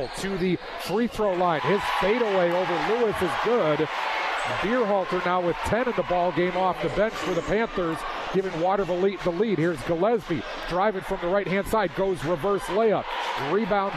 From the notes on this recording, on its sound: As you heard on News/Talk/Sports 94.9 WSJM. All of the action from Farnum Gymnasium as Watervliet headed to Benton Harbor to face the Tigers.